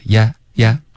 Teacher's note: 嘴巴张开的动作要干脆一点，你现在发成 hardly, yeah,有一个滑动，这个就不要了，是 yeah, yeah.